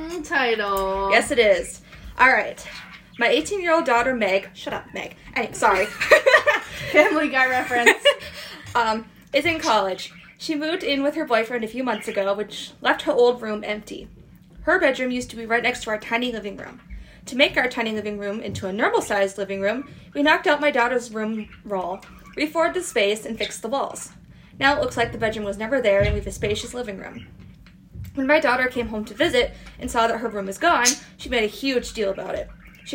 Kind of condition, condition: fault, sounds in the background